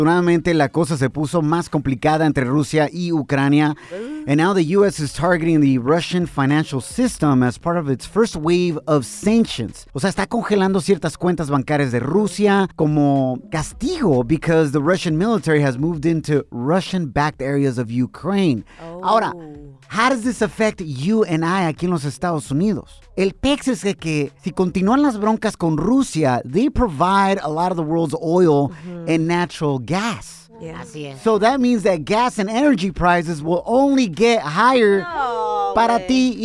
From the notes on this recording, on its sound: We opened up the phone lines